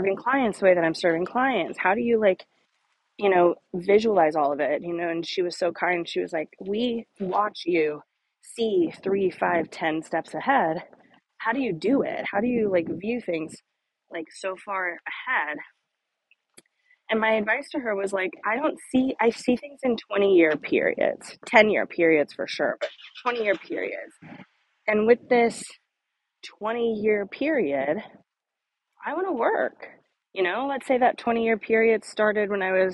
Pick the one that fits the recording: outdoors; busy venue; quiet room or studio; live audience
outdoors